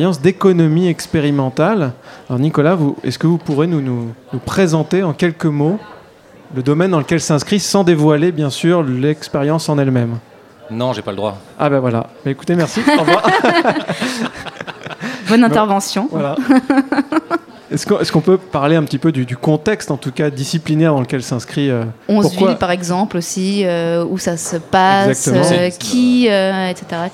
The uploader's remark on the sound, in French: Radio Campus Paris était en direct de l'Espace des Sciences Pierre-Gilles de Gennes pour la Nuit Européenne des Chercheurs, une soirée de rencontre entre le monde de la recherche et le grand public.